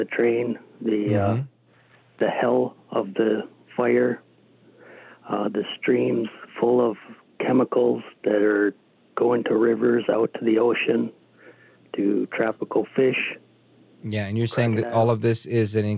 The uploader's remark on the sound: your phone calls in open phones across America